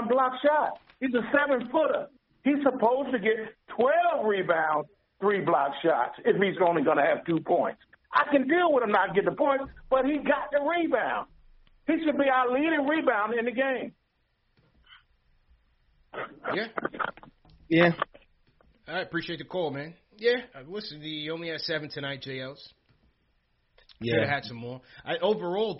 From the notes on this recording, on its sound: Take caller reactions from the fans around the world! Phone calls begin at 15:40.